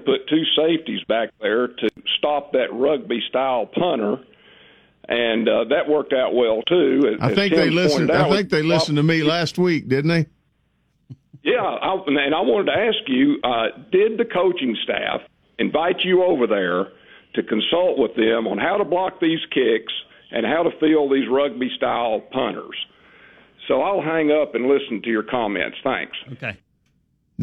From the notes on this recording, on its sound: taking your phone calls